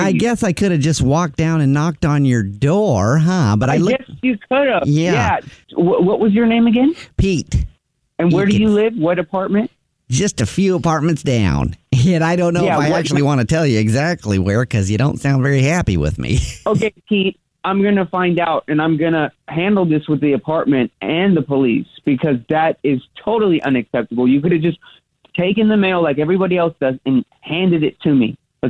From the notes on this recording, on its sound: wake up with The Jubal Show, phone prank style